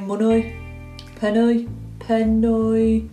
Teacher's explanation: It's like a diphthong at the end, it's like you've put a U in it.